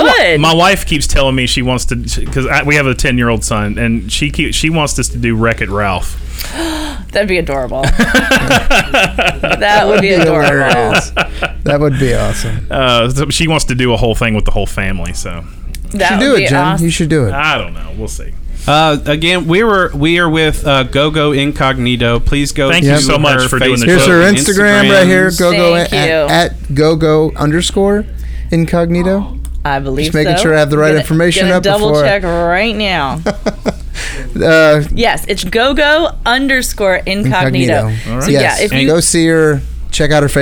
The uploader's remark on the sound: This week we are live at Starbase 1552 Comics.